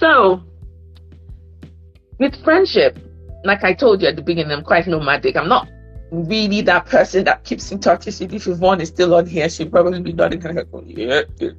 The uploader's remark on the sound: my chat via Instagram Live